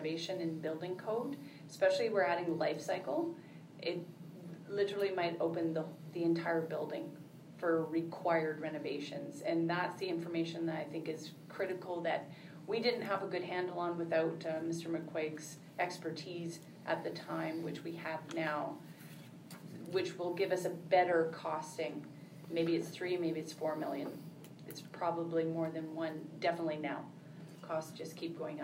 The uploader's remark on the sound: Audio recording of the July 23, 2018 Regular Meeting of Peace River's Town Council.